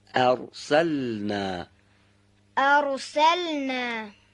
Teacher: لامش حرکت نگیره، تحریک نشه